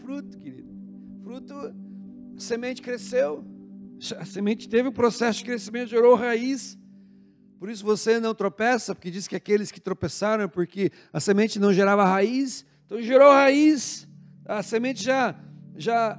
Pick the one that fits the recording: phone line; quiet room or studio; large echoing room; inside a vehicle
large echoing room